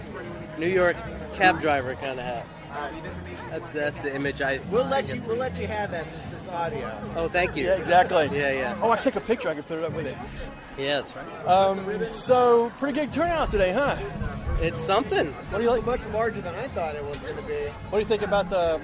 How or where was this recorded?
outdoors